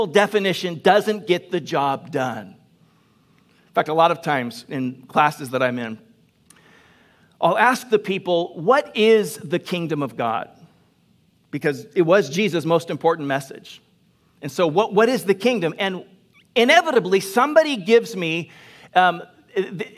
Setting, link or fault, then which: setting, large echoing room